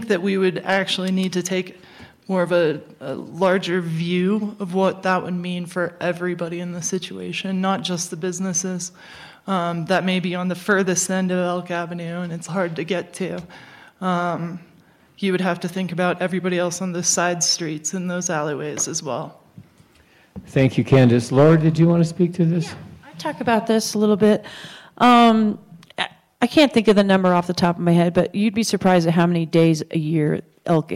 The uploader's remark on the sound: broadcast live at the Center for the Arts Crested butte